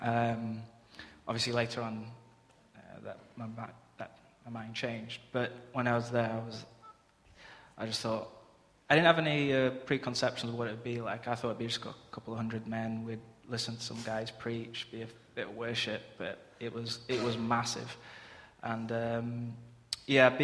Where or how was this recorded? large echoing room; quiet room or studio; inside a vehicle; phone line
large echoing room